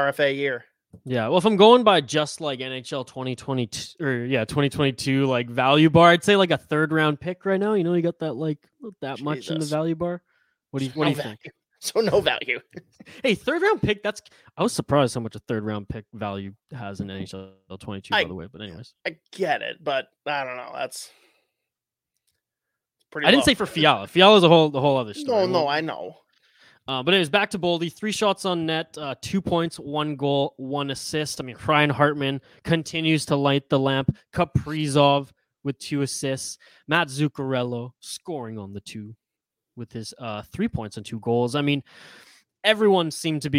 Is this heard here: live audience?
no